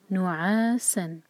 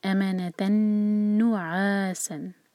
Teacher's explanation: آگے ہے سین whistling sound کے ساتھ